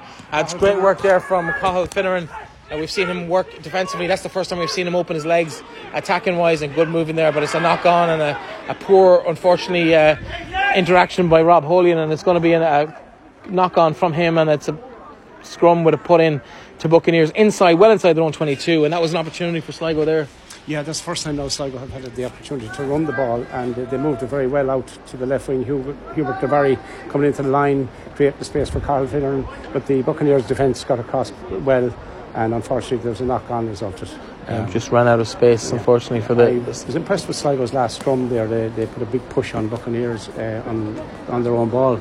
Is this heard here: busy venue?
yes